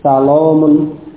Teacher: maka didapati alif tafkhim ini antara alif dan antara huruf wawu.